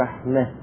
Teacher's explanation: إمالة فتحة قبل الهاء إلى الكسرة